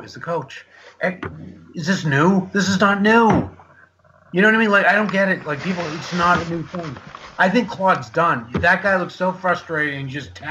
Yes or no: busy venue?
no